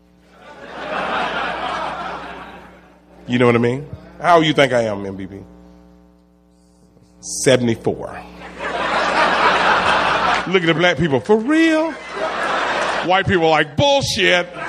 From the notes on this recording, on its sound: recorded at the Houston Improv